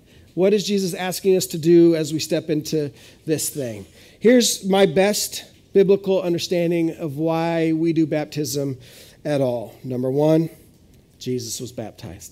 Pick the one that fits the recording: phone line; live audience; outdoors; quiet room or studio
live audience